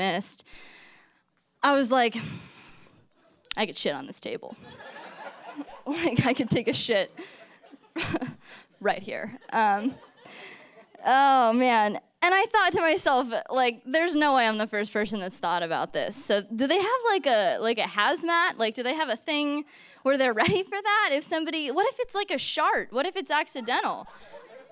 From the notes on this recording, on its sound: Story Slam 2015. For Detours' second live storytelling event, "Story Slam".